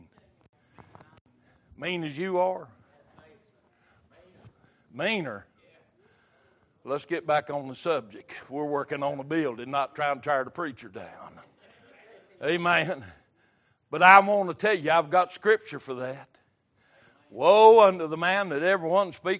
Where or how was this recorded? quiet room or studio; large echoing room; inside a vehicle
large echoing room